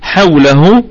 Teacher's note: حوله الكلمة كلها مرققة، والواو حرف لين